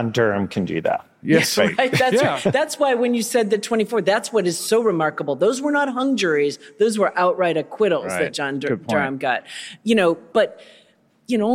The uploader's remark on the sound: podcast tour at the Texas Tribune Festival in Austin.